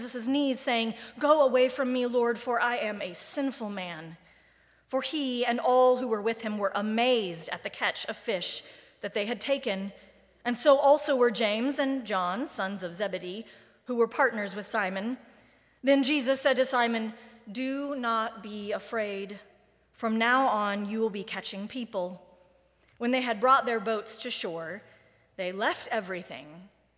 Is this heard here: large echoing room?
yes